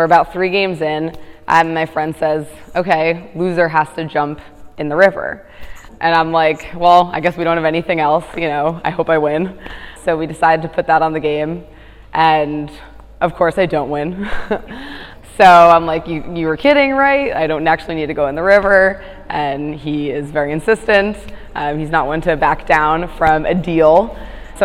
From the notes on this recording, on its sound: This episode is part of a series of stories we collected at our live storytelling event last year at the Race to Alaska sendoff party in Port Townsend, Washington.